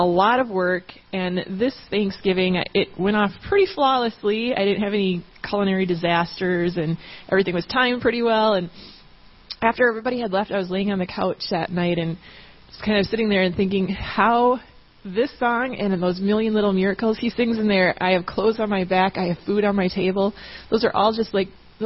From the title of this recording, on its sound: Worship Service - Audio